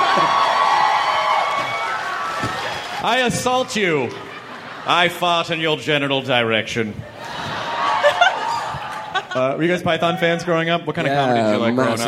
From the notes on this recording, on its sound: Recorded live in front of 800 Nerds at San Diego Comic-con.